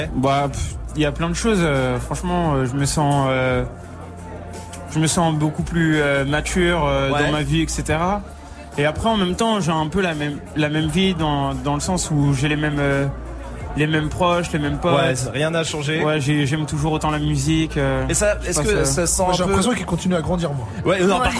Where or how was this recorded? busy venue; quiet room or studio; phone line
busy venue